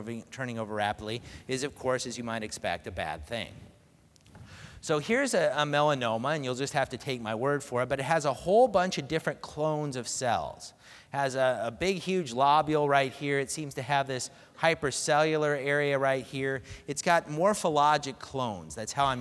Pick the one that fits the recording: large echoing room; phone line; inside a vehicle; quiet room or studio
large echoing room